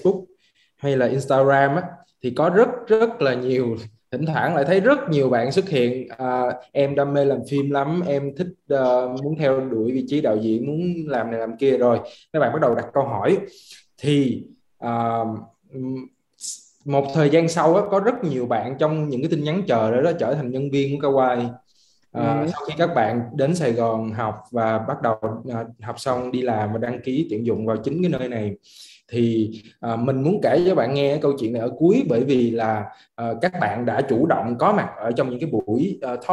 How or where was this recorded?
video call